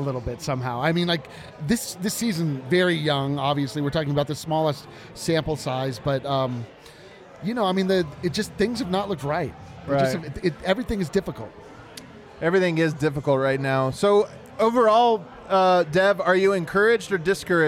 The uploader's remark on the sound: Live from the Winner's Lounge